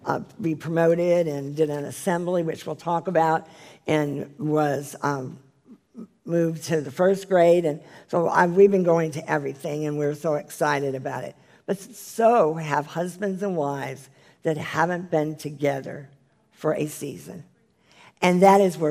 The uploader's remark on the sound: This is the full replay of the LIVE Rejoice Pompano Bible Study from June 2018.